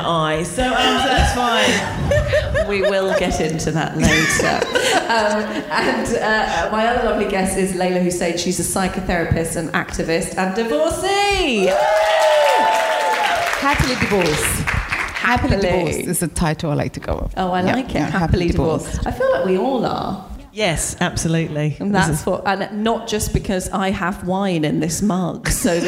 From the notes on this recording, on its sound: What a live show it was, socially distanced with a live audience and streamed over the internet as part of the London Podcast Festival at Kings Place in London.